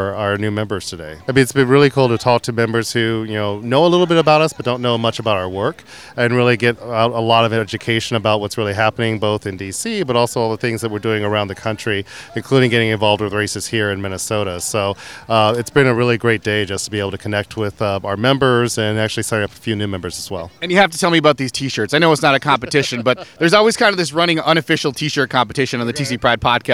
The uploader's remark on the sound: On-location at the 3rd annual Golden Valley Pride Festival.